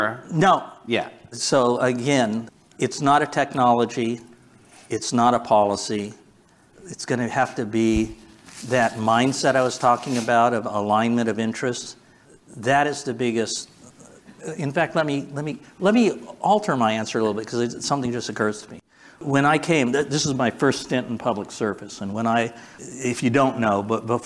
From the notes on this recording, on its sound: Recorded Live consuming Hot Ones level hot sauces at The GridWise Alliance's annual gridCONNEXT conference!